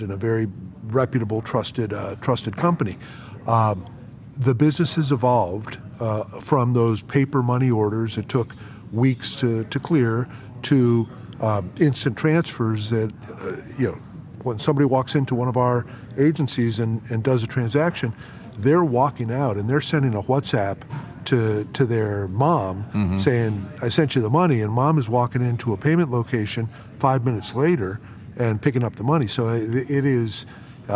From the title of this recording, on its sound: LIVE FROM MONEY 20/20